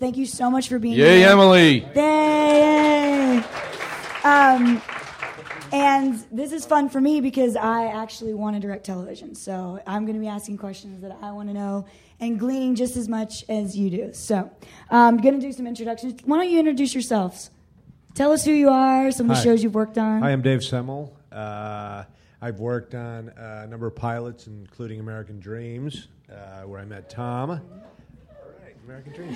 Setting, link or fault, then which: setting, live audience